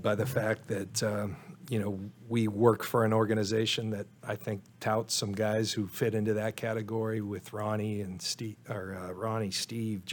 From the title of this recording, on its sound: Press Conference